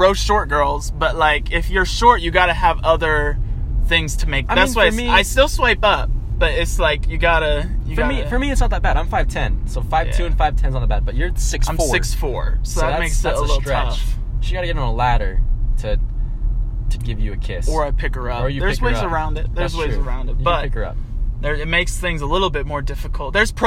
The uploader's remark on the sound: We literally did our first two podcasts in the car so please excuse the horrible audio quality